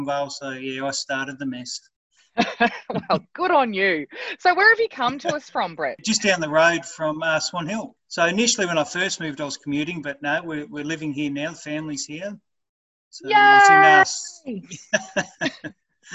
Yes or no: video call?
yes